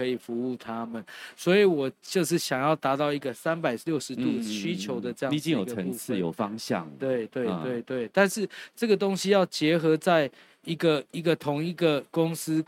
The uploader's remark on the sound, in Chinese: 本集節目於2023年台灣國際扣件展（FASTENER TAIWAN 2023）5月3日至5月5日在高雄展覽館現場錄製。